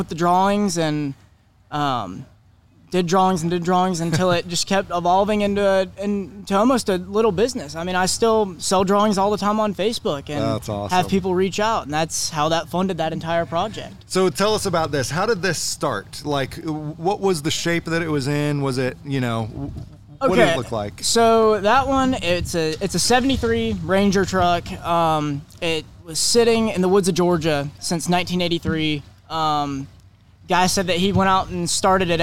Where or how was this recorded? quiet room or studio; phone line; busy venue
busy venue